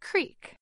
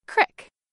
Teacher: Most Americans say this word as creek, with a long E sound, like in the word beet. But in some parts of Appalachia, like western Pennsylvania, West Virginia, and the Ohio Valley, you might hear this word with an I sound · Shown in: second take · as in crick, like in the word tip.